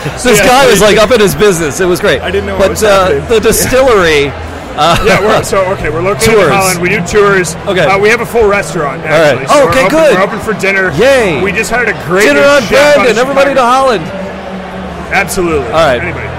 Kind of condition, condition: setting, busy venue